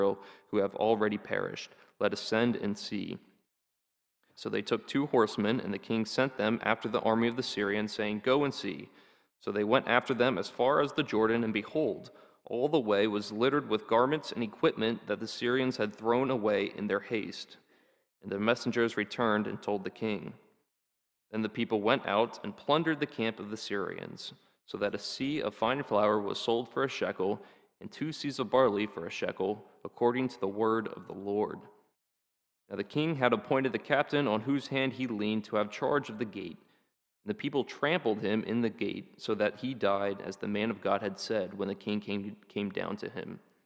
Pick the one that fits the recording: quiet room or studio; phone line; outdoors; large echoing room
large echoing room